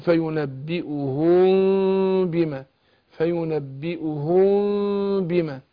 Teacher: هنا الميم مخفاه ميم ساكنه وبعدها الباء فهنطق باخفاء مع الحركتين بغنه